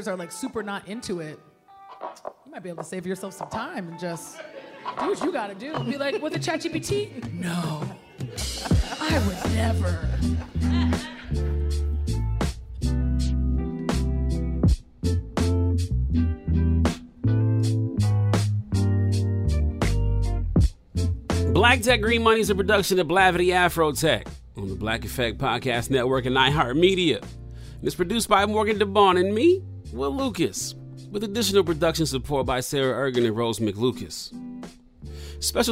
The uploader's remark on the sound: Stopped by the AfroTech Executive conference in Seattle 2023. On the stage speaking.